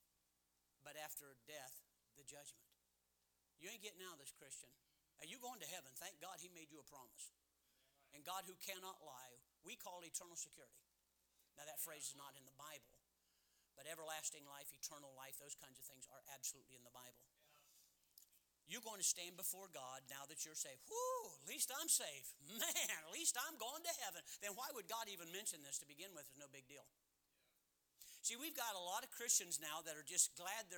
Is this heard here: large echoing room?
yes